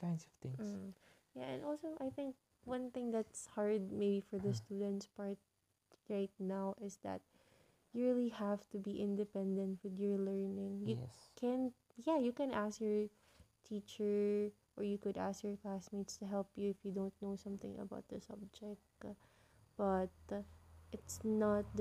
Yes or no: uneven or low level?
yes